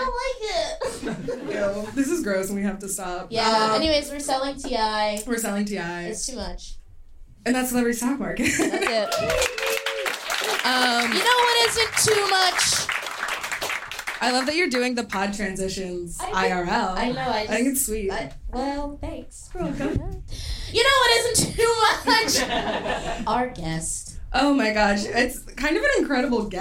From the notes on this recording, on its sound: Live from Union Hall.